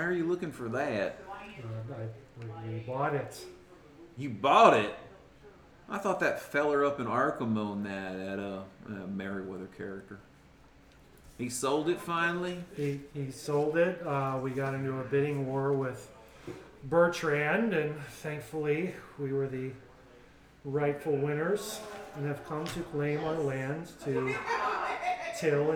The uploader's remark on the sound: Live from CondoCon